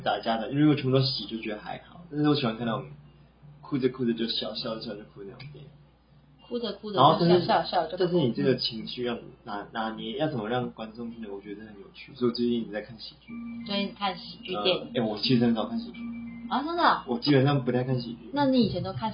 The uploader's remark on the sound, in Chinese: 這集因為更新設備，錄製上調整失誤有點雜訊